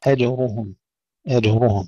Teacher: فلهم أجرهم، انتبهوا إلى ترقيق الهمزة والجيم، أجرهم أجرهم ترقيق الهمزة والجيم وتفخيم الراء